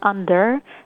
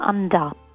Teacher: أكتر شيء غريب ممكن تميزوه باللغة الإنجليزية الأسترالية المحكية حرف الراء، أوقات بتنمط وأوقات تنزاد بأماكن غريبة كتير. حرف الآر في أواخر الكلمات في اللغة الإنجليزية الأسترالية بشكل عام مش موجود · Shown in: second take · فمثلا under في الأمريكاني اللي هي الآر اللي بيسموها rolled under، في الأسترالي بتبقى under.